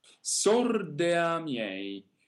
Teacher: passare dalla E alla A in modo molto morbido, senza dividere esattamente, sì, senza esattamente senza glottal.